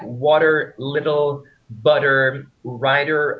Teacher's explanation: The flap t is softer than our trilled r.